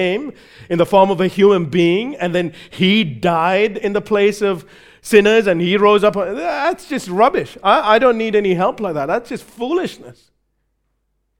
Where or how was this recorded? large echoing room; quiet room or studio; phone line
large echoing room